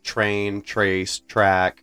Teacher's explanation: If you guys think about the words that you say that start with TR, for example, train, trace, track, all of them start with a ch sound.